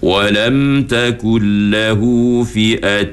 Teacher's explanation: Kalau fi'atui itu dia cuma idgham saja. ma'al ghunnahnya tak ada.